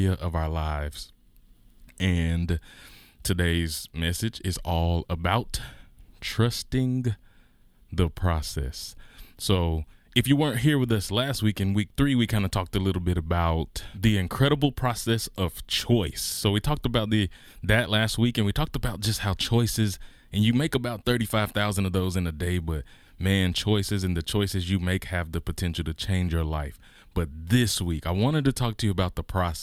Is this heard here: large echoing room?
no